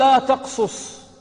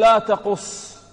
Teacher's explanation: قال لا تقصص، ولم يقل لا تقص بالإدغام، بل بسط وأوضح الكلام